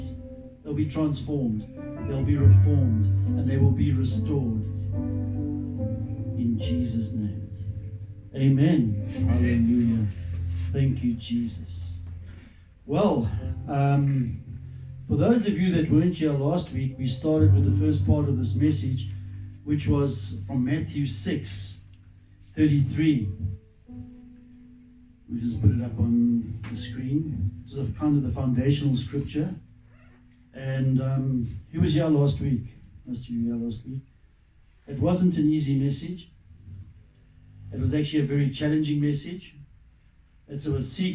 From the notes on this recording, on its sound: Recorded live at Love Beyond Church